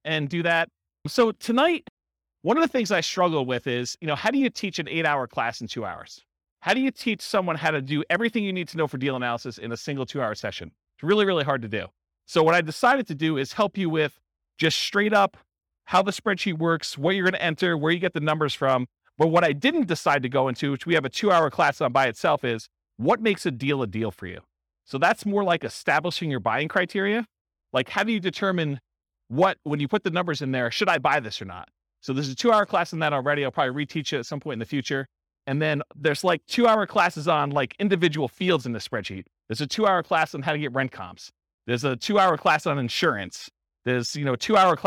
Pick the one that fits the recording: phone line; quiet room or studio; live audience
live audience